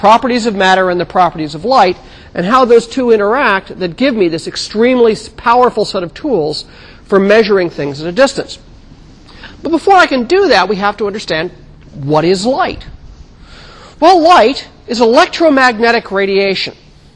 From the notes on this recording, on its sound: Recorded 2007 Oct 22 in 1000 McPherson Lab on the Columbus campus of The Ohio State University.